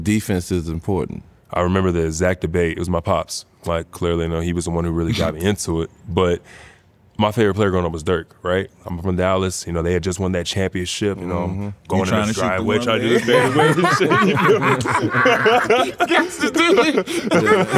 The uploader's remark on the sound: live on location from XS Nightclub at Wynn Las Vegas